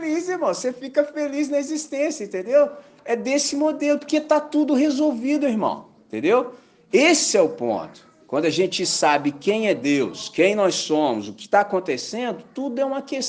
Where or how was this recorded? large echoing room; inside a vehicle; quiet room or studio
large echoing room